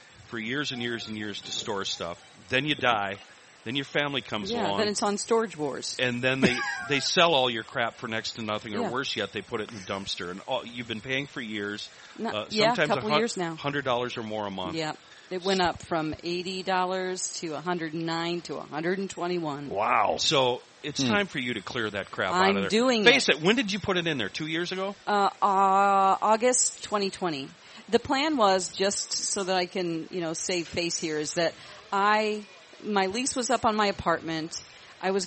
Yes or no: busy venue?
yes